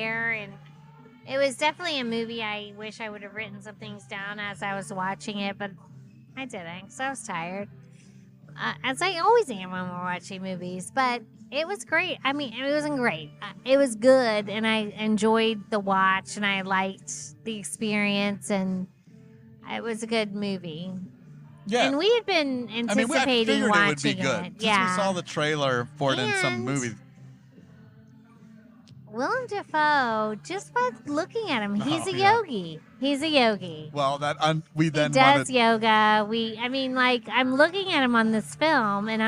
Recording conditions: busy venue